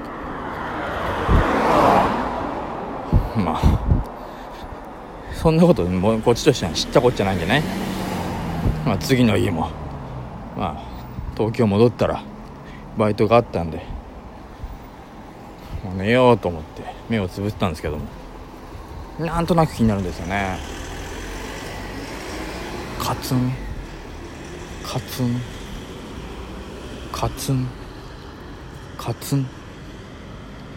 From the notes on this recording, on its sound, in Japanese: ベロッベロに酔っぱらってる帰り道にふと録った音声なんでクオリティはお察しですが